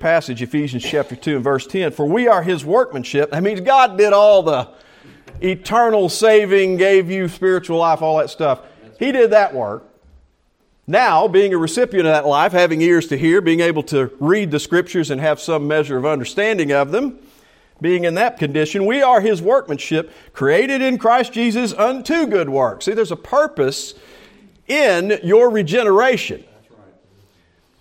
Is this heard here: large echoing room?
yes